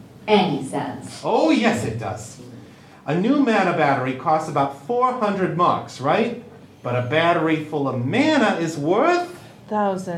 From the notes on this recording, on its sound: LIVE at Balticon 51